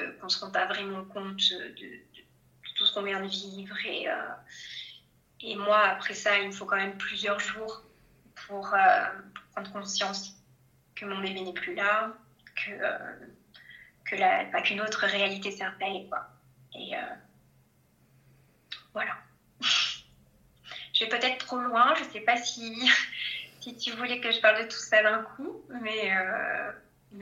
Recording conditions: video call